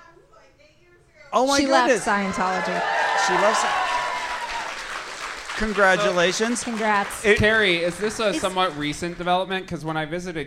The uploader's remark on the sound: Minneapolis Live Show Edition. Sell out the IceHouse Minneapolis for a the first stop on their live show tour! Featuring goofy experiments with the audience.